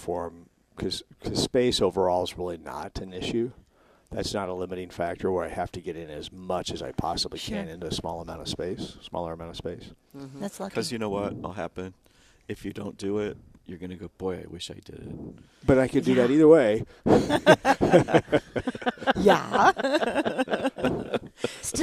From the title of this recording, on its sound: live from Prairie Gardens 1-4-20